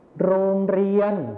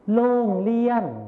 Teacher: ส่วนในภาษาถิ่นอีสานเราจะใช้เสียงลอลิงนั่นเองครับ · Shown in: second take